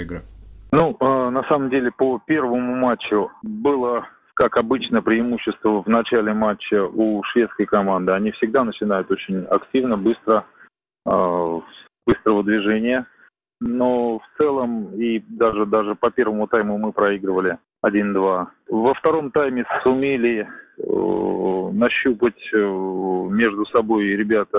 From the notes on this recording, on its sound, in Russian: Из Швеции по телефону.